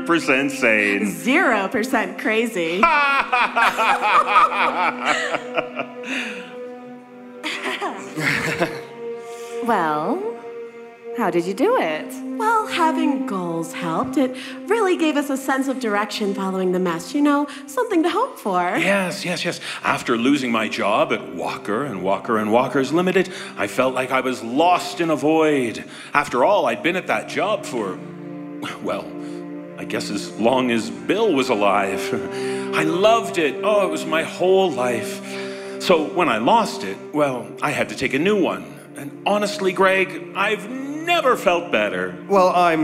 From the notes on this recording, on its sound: This special bonus episode features the performance from our Halloween Live Tour at The Stanley Hotel in Estes Park, Colorado on October 3, 2019. This special bonus episode features the performance from our Halloween Live Tour at The Stanley Hotel in Estes Park, Colorado.